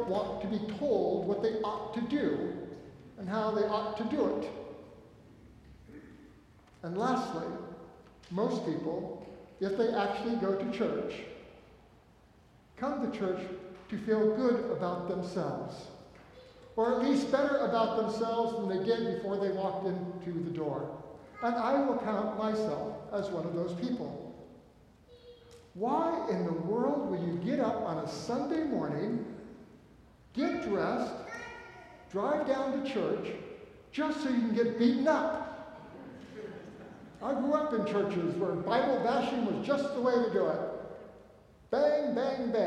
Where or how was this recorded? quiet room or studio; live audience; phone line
live audience